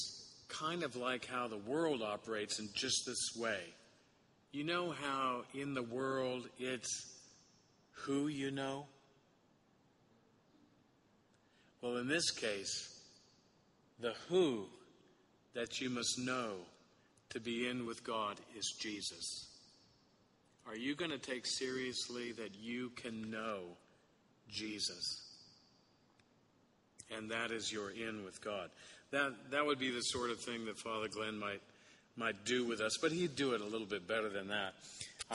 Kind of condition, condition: setting, large echoing room